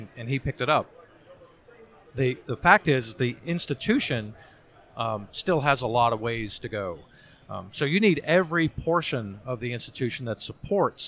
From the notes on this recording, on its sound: Force Master Chiefs Live from SNA.